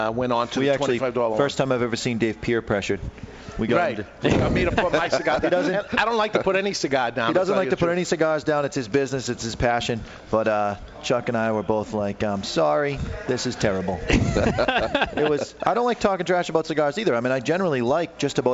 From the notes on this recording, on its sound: THIS WEEK WE'RE LIVE AT TWO GUYS SMOKE SHOP IN SALEM, NH CELEBRATING THEIR 25TH ANNIVERSARY!